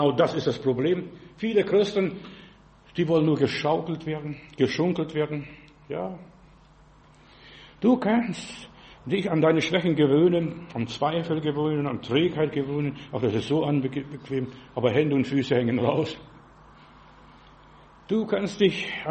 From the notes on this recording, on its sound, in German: im Gemeinde-Zentrum in Berlin aufgenommen